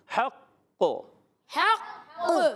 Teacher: قاف حرف قلقلہ میں سے ہے تو یہاں وقف ہوگا تو آواز آتی ہے